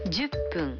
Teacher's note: Se pronuncia pun en vez de fun.